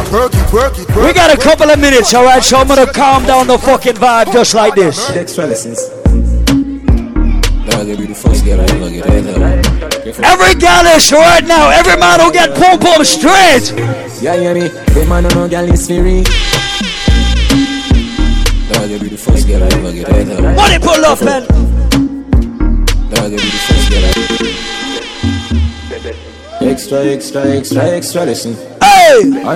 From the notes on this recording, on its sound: LIVE AT VENU IN BOSTON ON MARCH 5TH